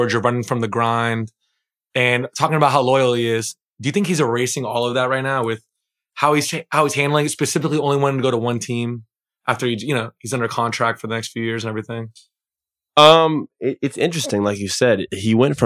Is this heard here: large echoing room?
no